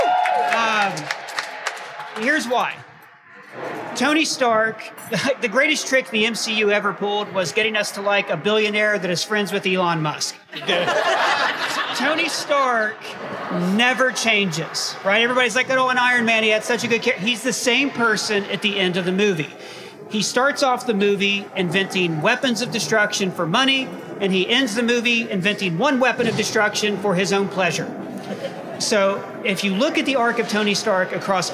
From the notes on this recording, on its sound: live from City Winery Grand Central!